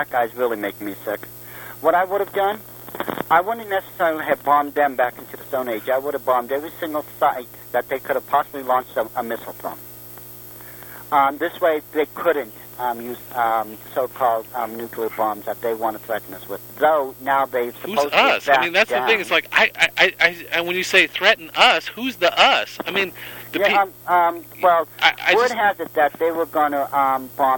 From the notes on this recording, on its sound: The phone connection gets better in the second half of the show!